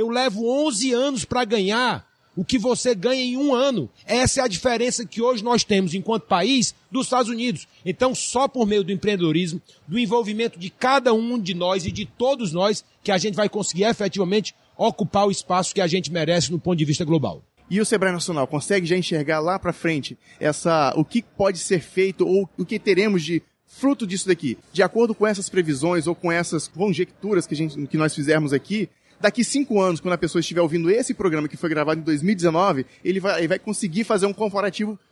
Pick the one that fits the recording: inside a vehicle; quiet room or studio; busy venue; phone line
busy venue